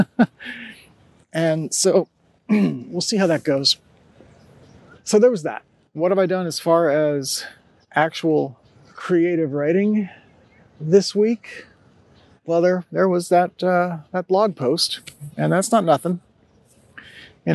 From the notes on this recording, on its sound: It’s also an episode created amongst community, of a sort: I recorded it walking through, and sitting in, a neighborhood park. I continue experimenting with different tools and methods to make recording Sonitotum frictionless while still creating audio that’s kind to your ears.